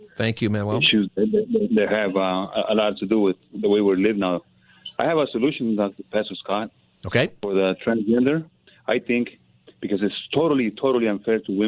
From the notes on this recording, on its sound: Open Phone Friday